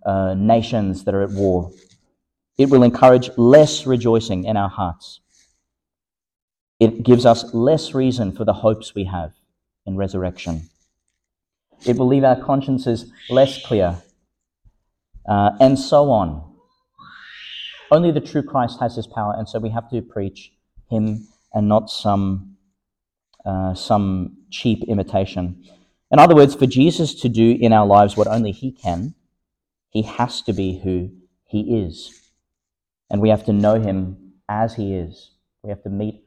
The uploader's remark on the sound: Homily for the Sixth Sunday in Eastertide, delivered (at the evening Mass) in Our Lady Star of the Sea Church, Gladstone, Qld.